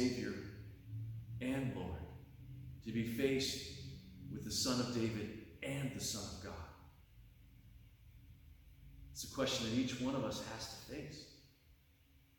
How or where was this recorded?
large echoing room